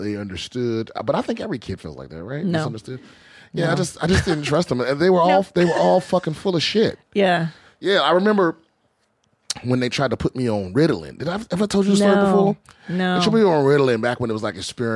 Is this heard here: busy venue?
no